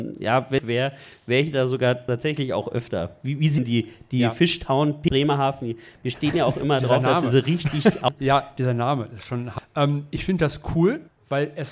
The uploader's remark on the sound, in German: Podfluencer Live Neu-Ulm. Wir waren Live beim Podfluencer Festival und hier kommt unsere Episode dazu!